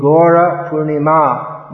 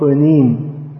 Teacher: Because the A is dropped at the end of some words, doesn't mean you can drop it at the end of every word. If it's a long A at the end, then it's not droppable. · Shown in: first take